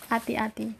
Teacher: we drop the H completely from hati-hati